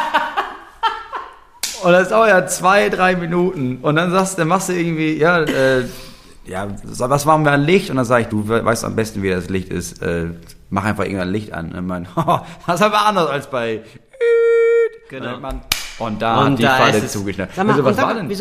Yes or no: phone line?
no